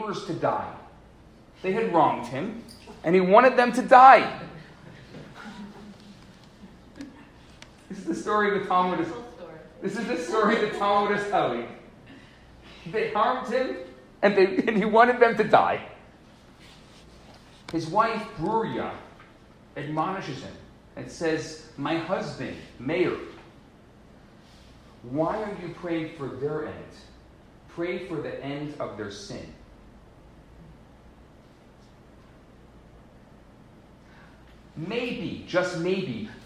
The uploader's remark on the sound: Recorded Live at Chabad NDG in Montreal Quebec.